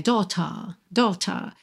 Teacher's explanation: no inglês britânico, seria sem o R enrolado